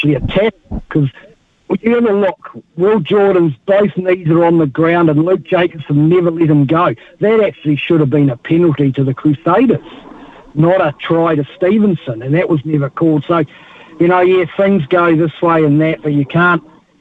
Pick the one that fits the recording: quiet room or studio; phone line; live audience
phone line